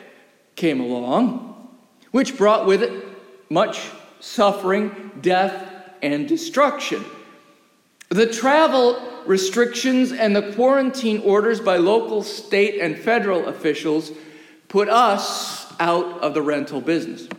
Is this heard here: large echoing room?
yes